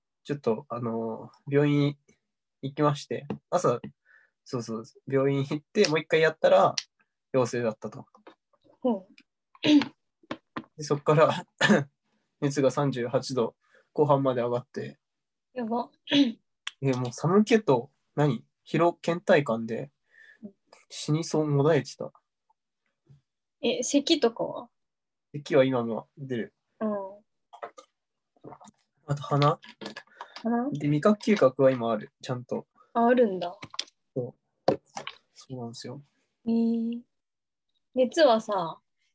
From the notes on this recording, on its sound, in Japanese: 相方がコロナに感染したので、療養ホテルから初リモート収録です。